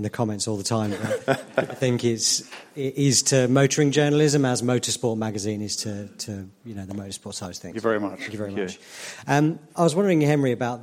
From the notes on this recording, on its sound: Live from Henry's Car Barn. Questions from the live podcast audience.